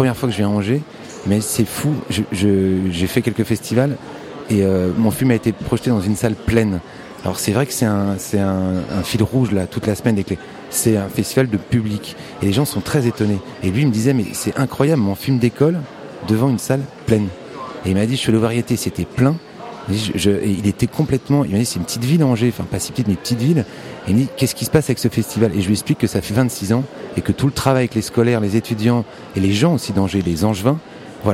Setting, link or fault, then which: setting, busy venue